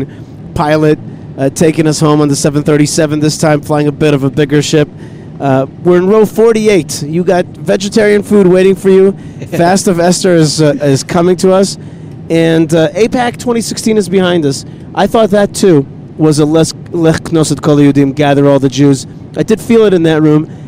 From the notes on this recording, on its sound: In the airport and airplane.